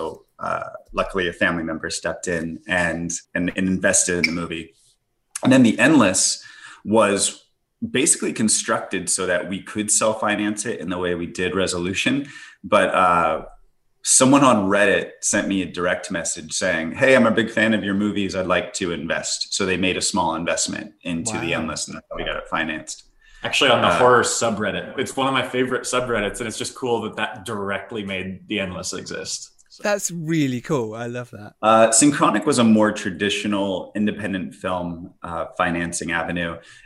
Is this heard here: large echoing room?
no